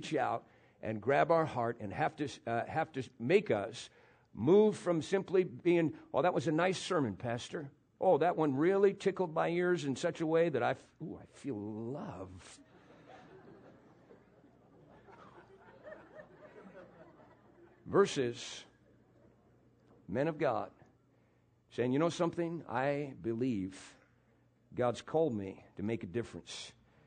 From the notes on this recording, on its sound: PREACHED IN MCMINNVILLE RALLY